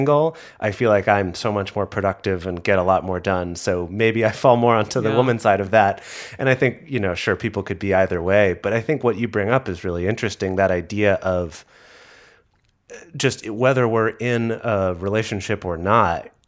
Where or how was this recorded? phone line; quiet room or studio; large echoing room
quiet room or studio